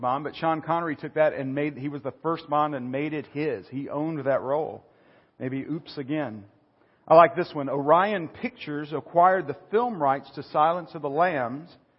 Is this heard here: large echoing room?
yes